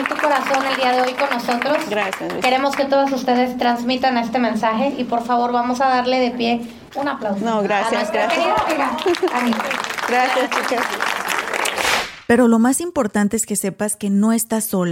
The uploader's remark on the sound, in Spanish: Este episodio fue grabado en la conferencia